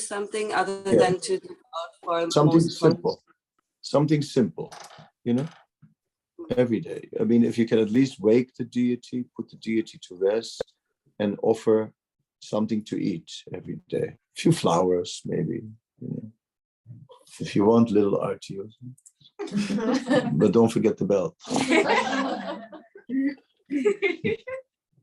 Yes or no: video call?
yes